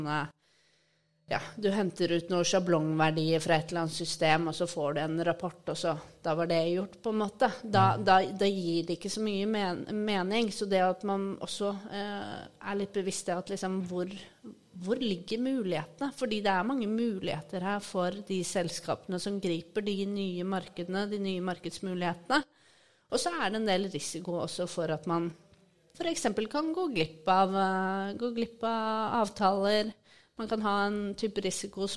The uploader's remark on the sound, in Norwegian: SMB Norge Podcasten med sin første live-pod, fra SMB Norges første Bærekraftkonferanse, fra NIO House i Oslo.